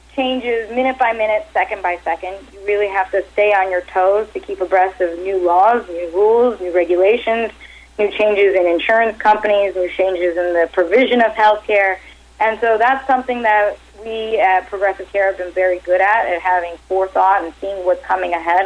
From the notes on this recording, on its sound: called in to SmallCapVoice.